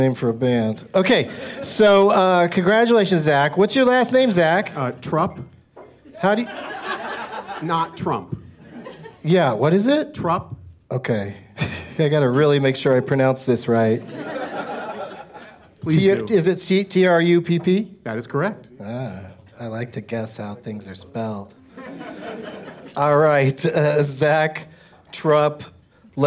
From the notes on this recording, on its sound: Live from The Improv in Washington D.